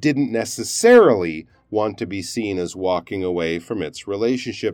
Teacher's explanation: So putting a stress on the necessarily is especially useful in that sentence